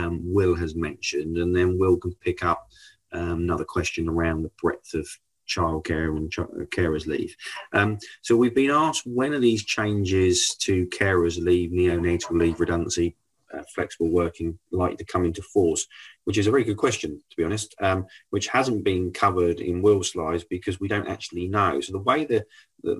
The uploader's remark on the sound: Our latest episode features the recording from our webinar last month